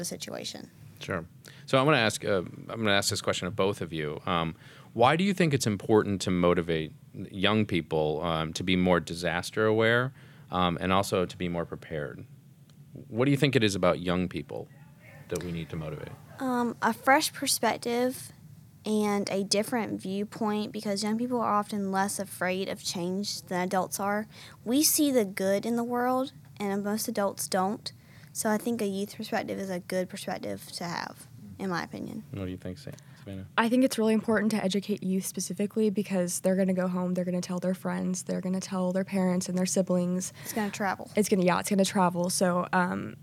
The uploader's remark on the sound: Roundtable Discussion Live At The Youth Preparedness Council Summit